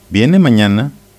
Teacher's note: nos ayuda a distinguir una pregunta, ¿viene mañana?, con la entonación ascendente